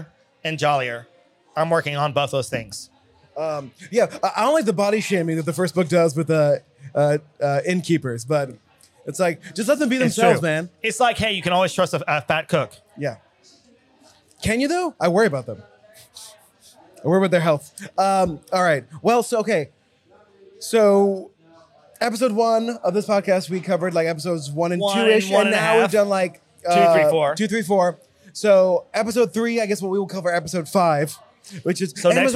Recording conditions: busy venue